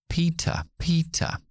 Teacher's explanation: Y la P igual, si yo digo pita, pita, sale más aire con pita, pero hasta que no llego a la I no empiezo a utilizar mi voz. · Term: sorda